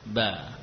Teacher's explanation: ba yang fathah kita lafadzkan bermula dari makhrajnya, bibir atas dan bawah dipertemukan lalu dibuka, ba. Ini ba yang maftuhah, ba.